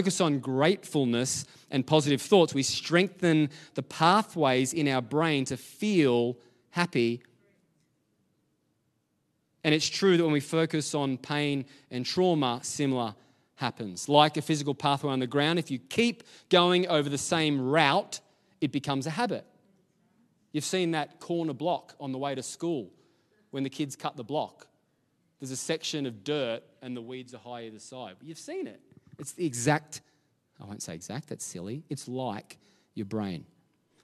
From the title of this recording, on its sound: LIVE at Echo Church